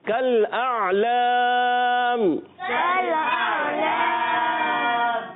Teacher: حلق کے درمیان والے حصے سے عین ادا ہوتا ہے